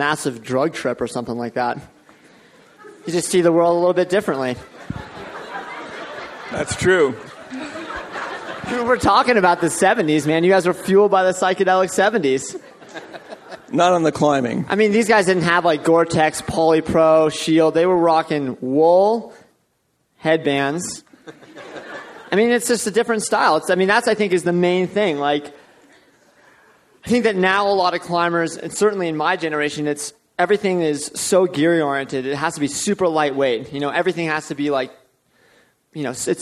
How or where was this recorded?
live audience